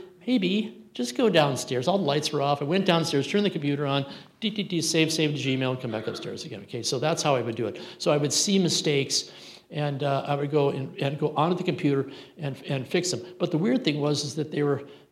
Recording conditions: live audience